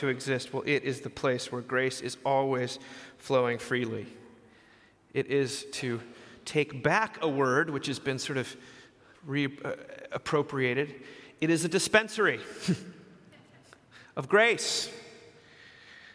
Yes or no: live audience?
yes